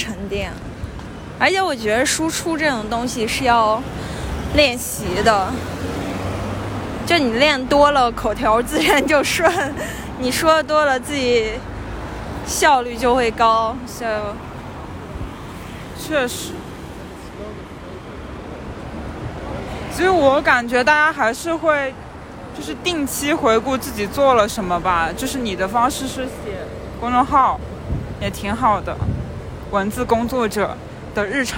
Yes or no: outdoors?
yes